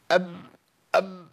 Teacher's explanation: تخرج الميم مع انطباق الشفتين، ولكن مش انطباق قوي